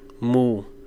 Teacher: It has a mid, short mid, and then it has a falling tone